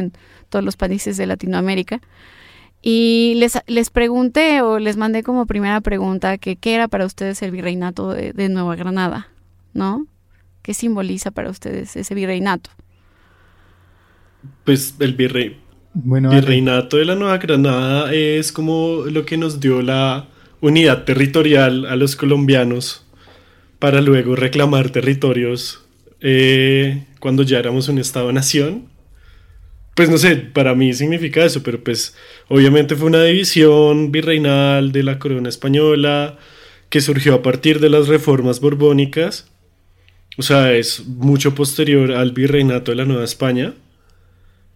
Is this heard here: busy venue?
no